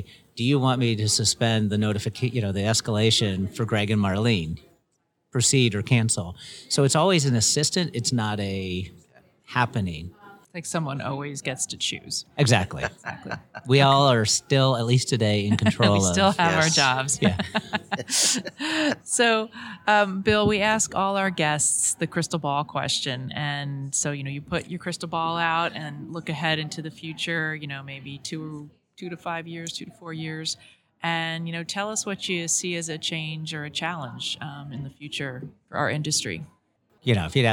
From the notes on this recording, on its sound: interviews at the 2024 LegalWeek conference